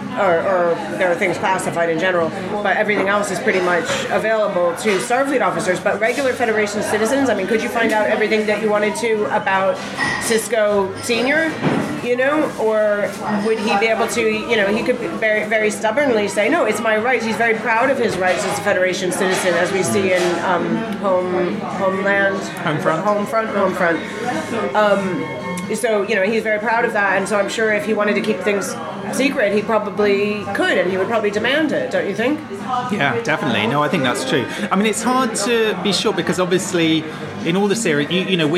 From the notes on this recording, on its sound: Recorded live at the London School of Economics.